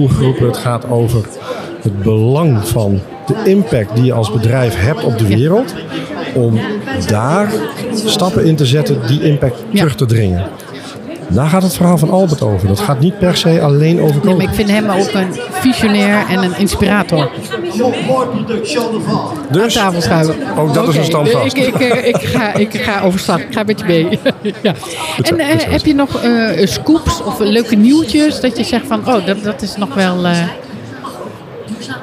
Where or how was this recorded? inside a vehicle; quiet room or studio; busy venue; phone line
busy venue